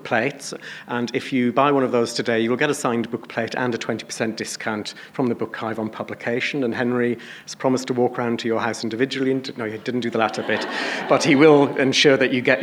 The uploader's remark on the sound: Presenting the lecture in the beautiful environs of the Spiegeltent.